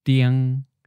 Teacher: the seventh tone begins on the middle line and stays flat. When the tone changes, it starts in the same place, but then drops down toward the bottom line and becomes a third tone, mid-falling.